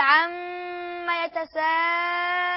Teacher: ادينا الغنة حقها حركتين، وهنا الغنة في الميم ميم مشددة